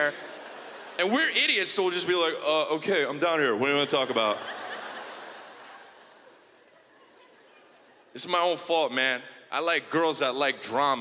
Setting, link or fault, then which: setting, live audience